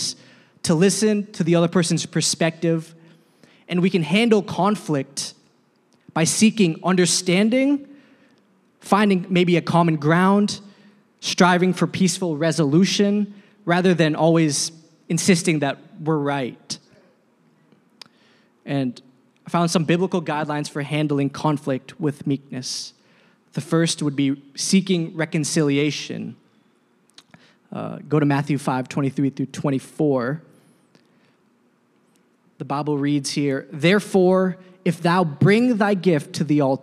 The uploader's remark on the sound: a service recording from Connect Point UPC